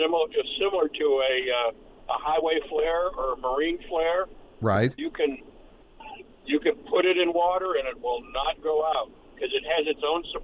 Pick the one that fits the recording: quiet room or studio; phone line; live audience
phone line